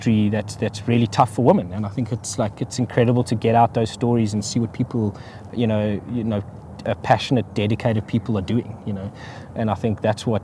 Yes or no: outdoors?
yes